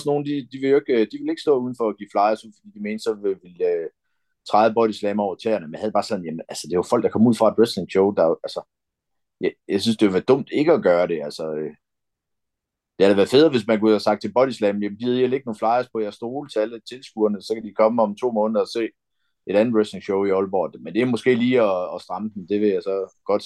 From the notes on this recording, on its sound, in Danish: vi har optaget det via Zoom, så hvis lyden lyder meget speciel, så er det derfor